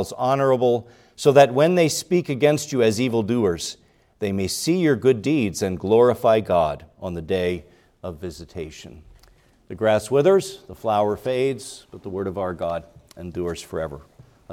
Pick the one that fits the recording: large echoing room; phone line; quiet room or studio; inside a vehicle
large echoing room